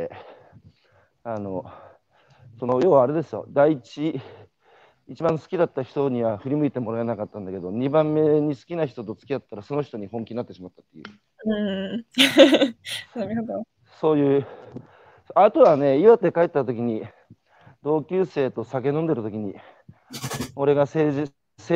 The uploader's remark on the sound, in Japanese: 歩きながら2時間、対談インタビューを受ける